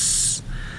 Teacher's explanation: Lidah kita iaitu ujung lidah menyentuh kepala gigi kecip atas. · Term: huruf zal